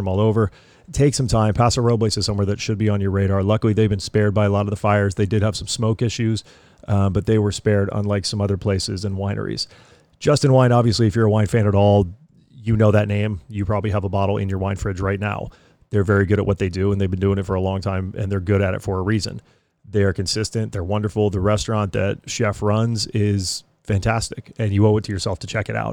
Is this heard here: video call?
no